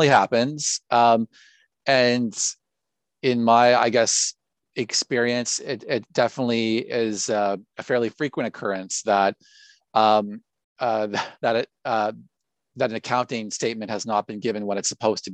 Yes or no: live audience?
no